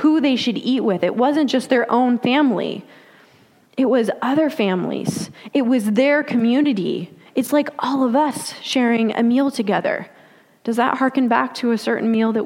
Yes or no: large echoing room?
yes